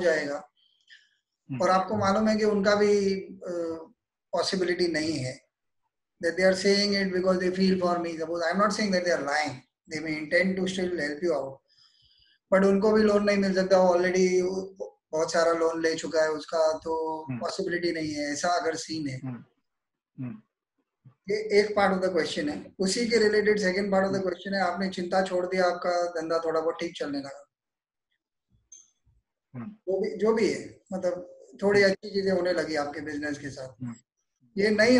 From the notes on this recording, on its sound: This is the audio part of a video chat.